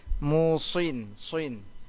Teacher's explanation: biar tebal pangkal lidahnya naik ke langit